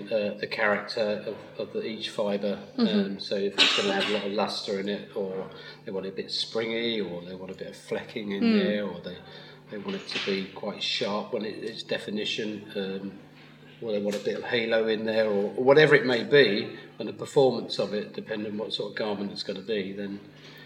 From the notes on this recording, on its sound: Live from Unravel 2017!